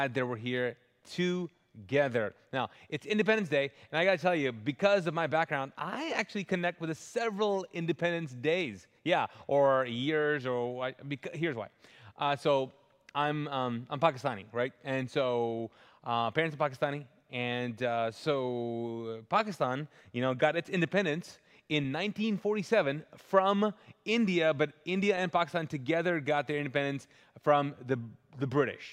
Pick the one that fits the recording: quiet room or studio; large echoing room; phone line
large echoing room